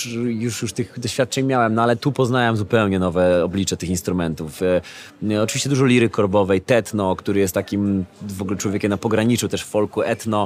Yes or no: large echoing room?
no